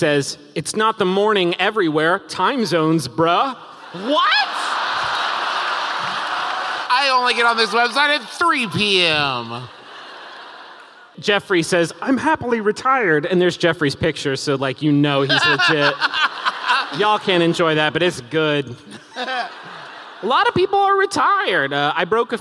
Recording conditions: live audience